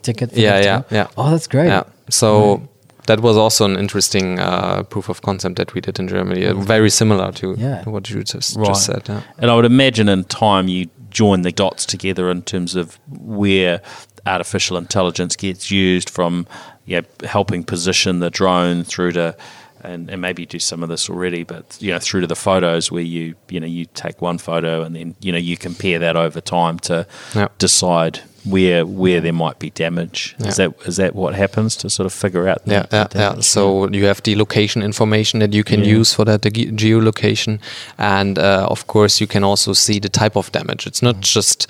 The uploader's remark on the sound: Recorded in Sydney at Cloud Innovate Exchange.